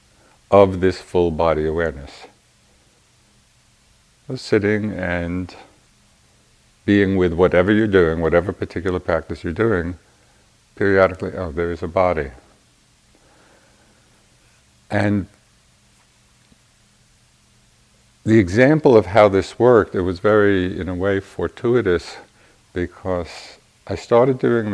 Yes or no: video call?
no